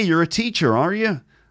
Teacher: It's not a million miles away from an American accent because they have that sort of rounded R sound. · Term: West Country accent